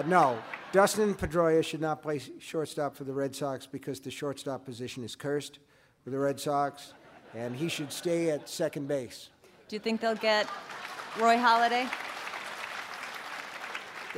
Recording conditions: live audience